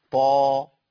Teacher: كان ما قبله مفخم يفخم، طا كان ما قبله مرقق يرقق، ما هو تابع، طاء مفخمة مطبقة مستعلية يعني مفخمة تفخيم عالي، بعديها ألف واخد نفس صفاتها ونفس صوتها